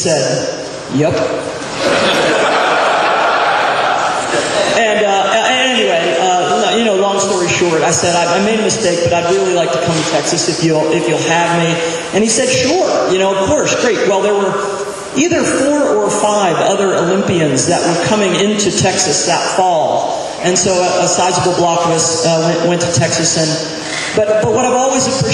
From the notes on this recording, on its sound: Recorded live at the induction luncheon held at the Texas Sports Hall of Fame.